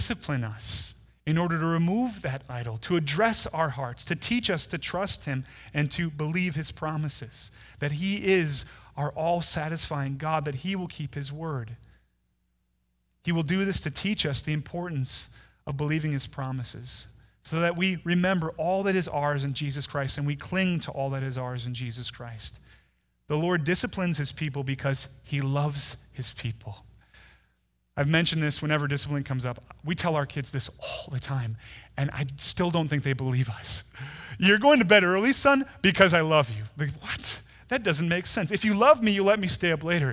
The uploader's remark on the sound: Delivered on Sunday, December 1, 2019 at Woodridge Community Church (New Berlin, WI).